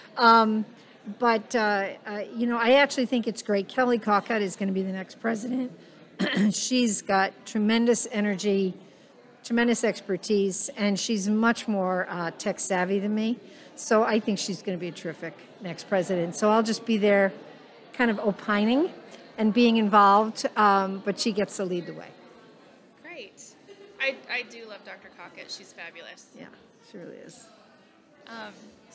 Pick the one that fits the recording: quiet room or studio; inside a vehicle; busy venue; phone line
busy venue